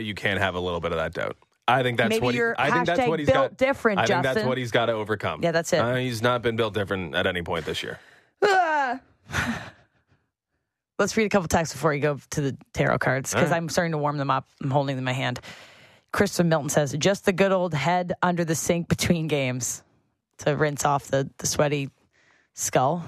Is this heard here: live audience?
no